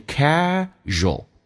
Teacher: ua 一般组合在一起经常会把 u 去掉，保留一个 a